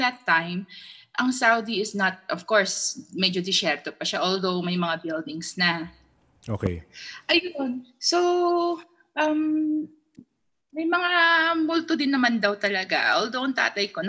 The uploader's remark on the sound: the silent participants in the Zoom Room